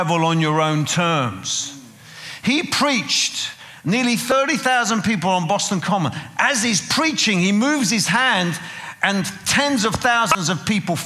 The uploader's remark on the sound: preaching at a CCF Ministries in Lowell